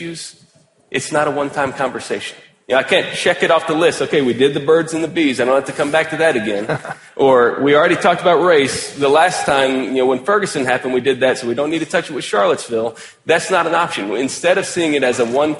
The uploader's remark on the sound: had a helpful conversation at the ERLC National Conference